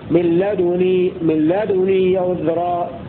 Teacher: روى شعبة بإسكان الدال وإشمامها الضم هكذا يعني ساكنة مع ضم الشفتين من لدني عذرا هكذا يروي شعبة.